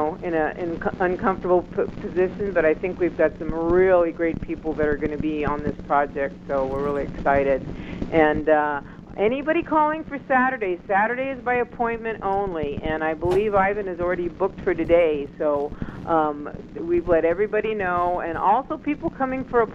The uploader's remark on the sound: speaking with callers